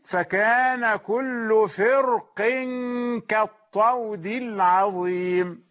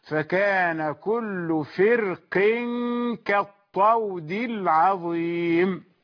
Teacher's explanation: لكن من وجهة أن الذي نظر إلى حرف الاستعلاء وقال هو حرف استعلاء، هذه ناحية، وأناس نظروا إلى أن حرف الاستعلاء هنا تفخيمه ضعيف لأنه مكسور فرق، فقالوا إن تأثيره على الراء لا يكون قويا، ولذلك نستمر في ترقيق الراء تبعا للكسرة السابقة · Shown in: second take